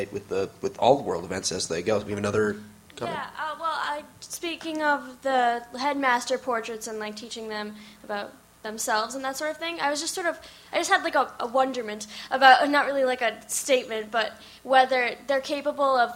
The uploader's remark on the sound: We are LIVE at MISTI-Con!